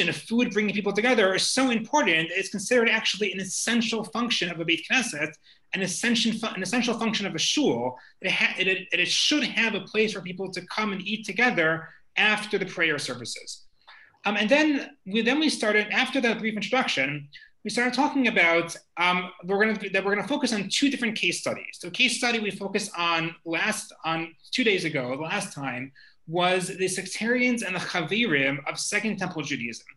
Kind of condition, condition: link, video call